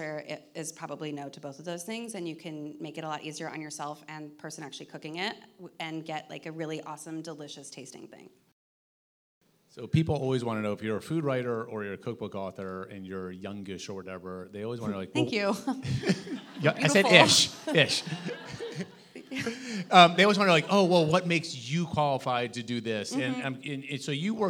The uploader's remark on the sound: We hosted a live recording (!!!) at The Bell House in Brooklyn.